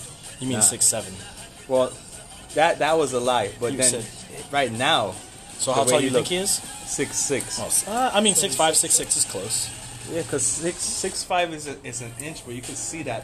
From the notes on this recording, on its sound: Were out here chilling and having a BBQ while recording some random moments down here in Orlando florida.